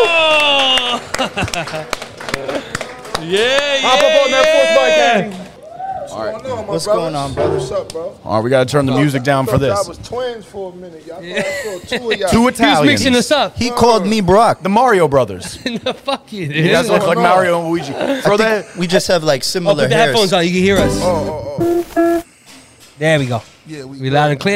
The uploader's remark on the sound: LIVE from Bronx Brewery. Stop by the Bronx Brewery for another very special Bad Business LIVE Show!